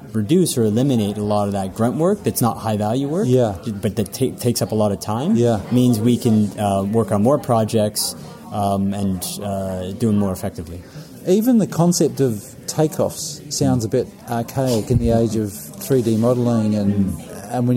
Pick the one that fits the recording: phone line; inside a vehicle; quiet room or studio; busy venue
busy venue